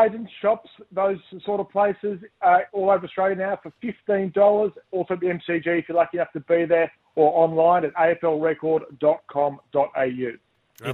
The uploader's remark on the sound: jumped on the line